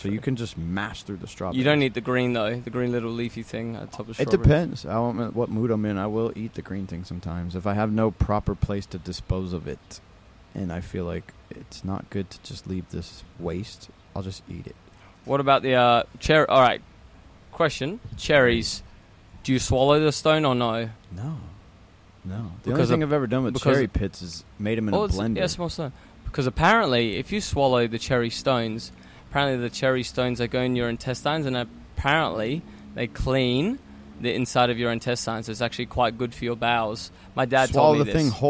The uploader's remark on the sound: This first episode Filmed Live at Itaca Beach Club Ibiza Spain.